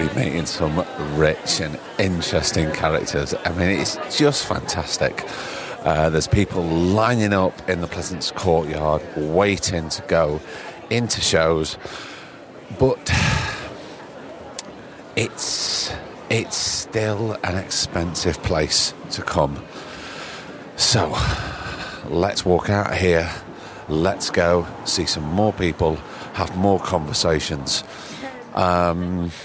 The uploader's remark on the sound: He’s been up in Edinburgh for festival season and luckily for TSP listeners, he took his tape recorder.